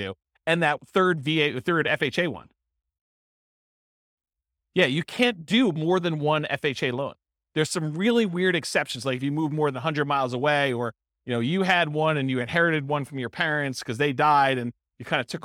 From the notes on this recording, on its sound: This was a live class recorded